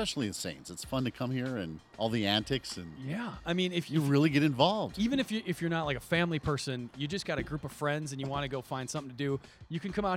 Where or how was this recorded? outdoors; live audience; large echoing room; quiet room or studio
outdoors